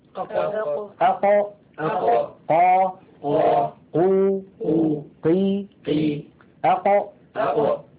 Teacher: فأقصى اللسان هنا مع ما يحاذيه من الحنك الأعلى مخرج القاف.